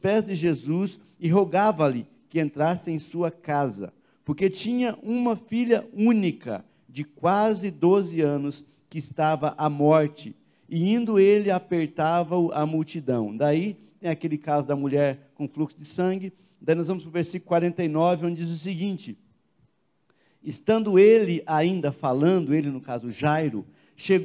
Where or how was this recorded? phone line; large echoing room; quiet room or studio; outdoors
large echoing room